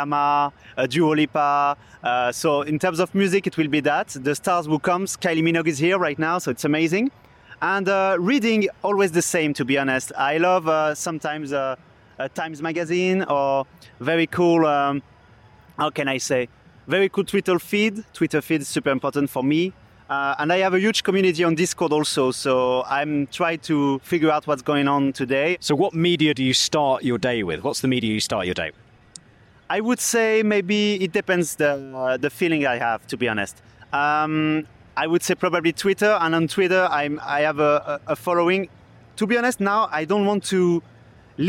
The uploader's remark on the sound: Headed out of the studio to ask industry stakeholders their ‘Meaningful Media Fast Five.’. Recorded during the Cannes Lions International Festival of Creativity 2022.